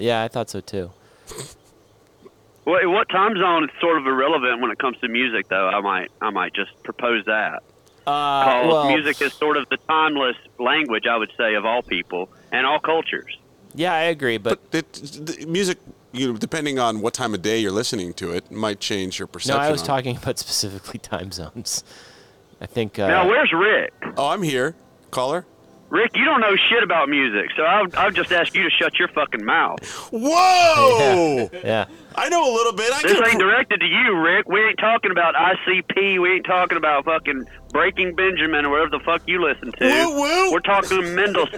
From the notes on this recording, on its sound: open the phone lines